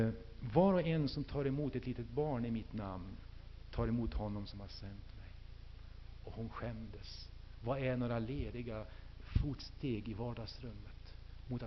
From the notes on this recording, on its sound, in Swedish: Inspelad i H&#246;n&#246; Missionsf&#246;rsamling